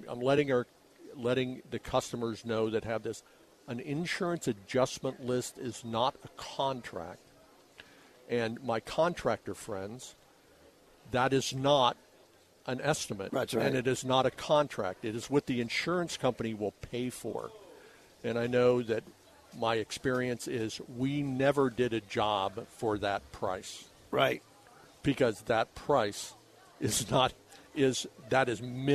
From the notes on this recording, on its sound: on location from The 2023 Tucson Book Festival